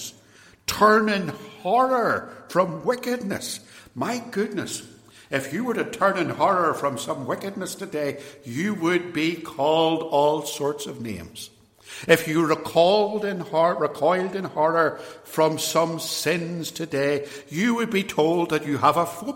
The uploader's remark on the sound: extracts from a sermon preached in 2017 at Templepatrick Reformed Church